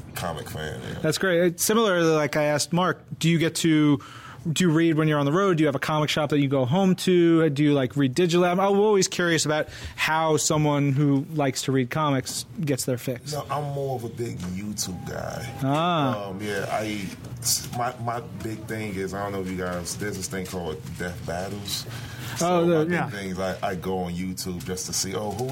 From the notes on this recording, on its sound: Live from Zeus Comics in Dallas, Texas!